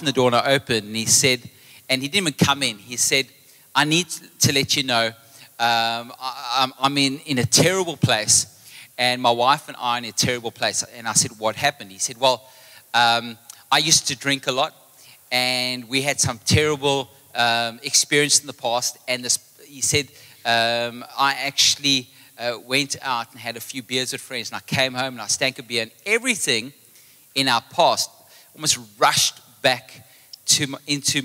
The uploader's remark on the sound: Recorded live on Sunday the 16th April 2023